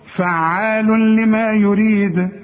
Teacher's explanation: يحصل ادغام، ادغام كامل بدون غنة، وننطق مع بعض الكلمة دي، فعال لما، شوف فعال لما يريد، شوف فعال لما، ما فيش غنة.